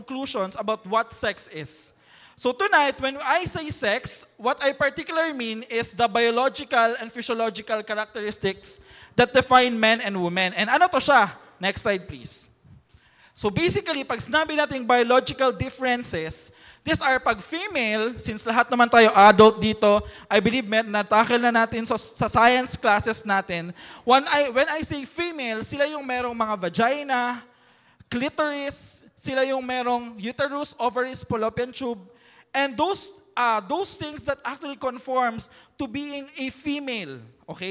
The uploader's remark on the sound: recorded last July 7, 2023 at Mezzanine Hall, ZCAEC